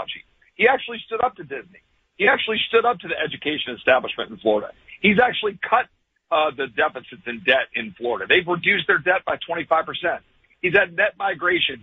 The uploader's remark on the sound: Your phone calls. Live from Iowa.